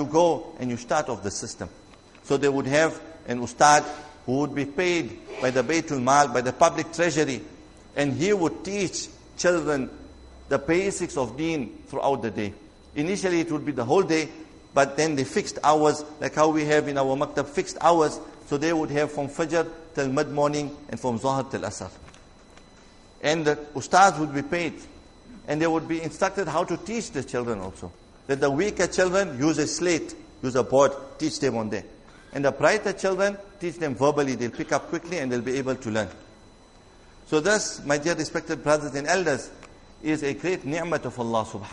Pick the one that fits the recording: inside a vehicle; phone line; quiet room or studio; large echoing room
large echoing room